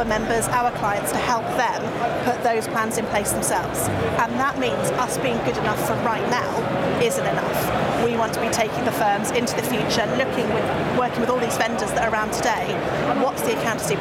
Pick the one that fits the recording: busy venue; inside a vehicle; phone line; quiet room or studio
busy venue